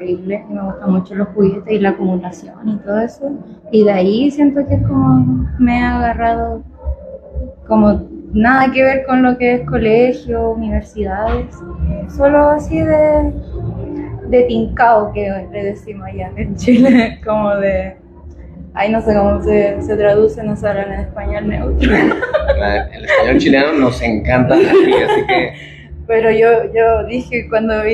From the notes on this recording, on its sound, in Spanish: en el Festival Rayón 2023 desde House Of Vans CDMX